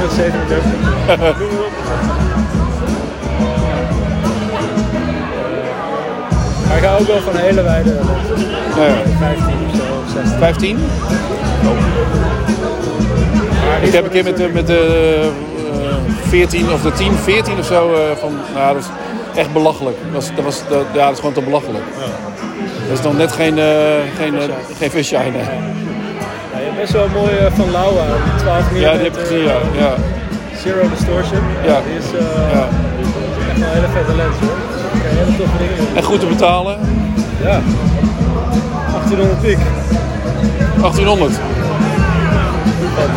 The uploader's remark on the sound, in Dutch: Live vanaf de Content Marketing The Awards